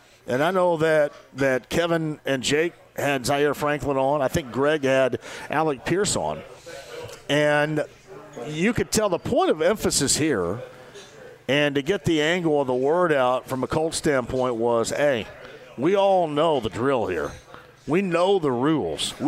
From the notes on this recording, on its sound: opens the show LIVE from Iarias Restaurant